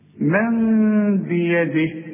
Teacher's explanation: اقلب لنا النون الى ميم واخفيها وغنها. والغنة بمقدار حركتين لا تزيد ولا تنقص · Term: إقلاب